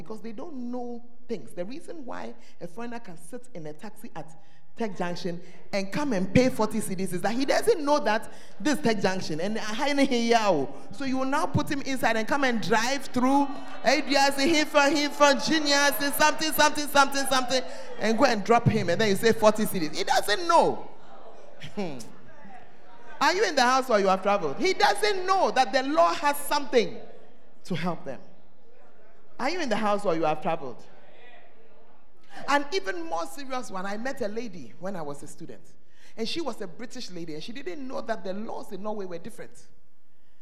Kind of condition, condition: setting, large echoing room